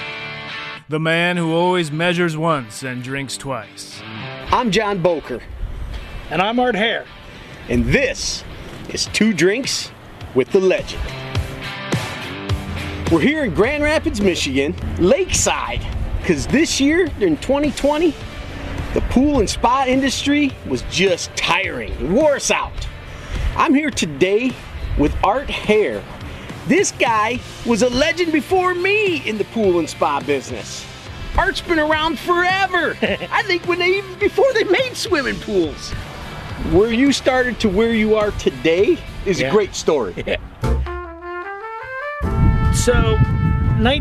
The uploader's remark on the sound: chats lakeside